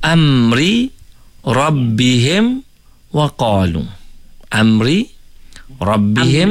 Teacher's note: izhar syafawi mim mati bertemu dengan ra. Ra, kita kena jelaskanlah bunyi mim tadi ni.